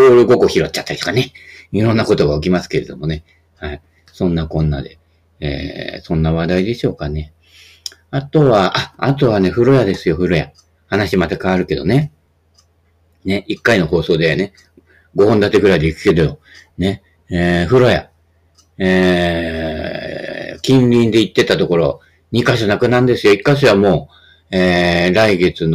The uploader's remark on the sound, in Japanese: 音質低め音割れありモノラルカセットテープくらい？